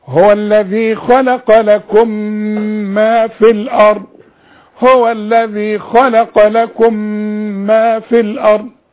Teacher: لكم بتنتهي بميم وبعدها ميم، والميم اللي بعدها مشددة، يعني انا عندي ثلاثة ميم، يبقى لازم تغن الحرف ده